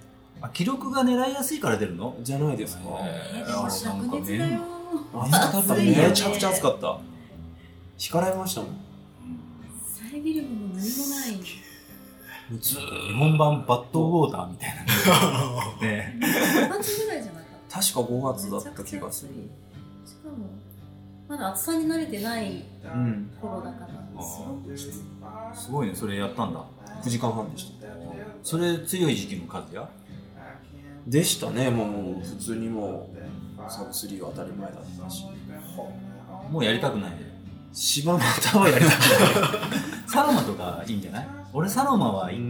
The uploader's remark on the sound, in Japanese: 収録場所 : momentcoffee